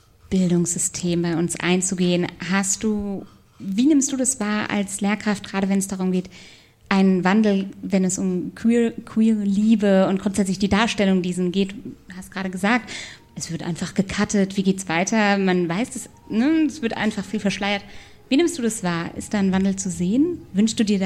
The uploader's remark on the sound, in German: live im Afterwork